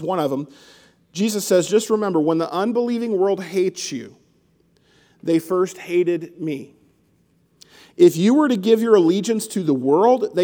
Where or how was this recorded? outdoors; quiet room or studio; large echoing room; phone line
large echoing room